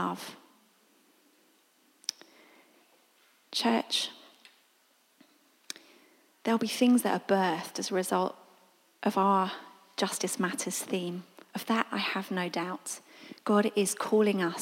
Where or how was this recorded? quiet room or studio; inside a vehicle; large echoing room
large echoing room